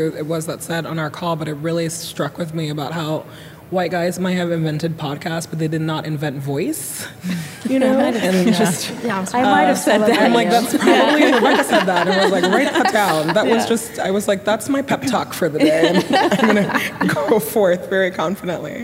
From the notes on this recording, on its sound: Werk It: The Podcast is a compilation of some of the best moments from the live event. Both the festival and the podcast are produced by WNYC Studios.